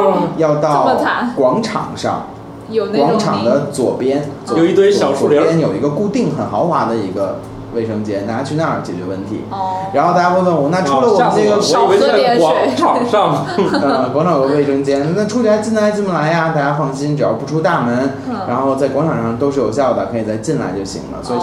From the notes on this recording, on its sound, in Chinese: 本期节目为在什么值得买的办公区用录音笔录制，可能有回音及街上的汽车声，请见谅。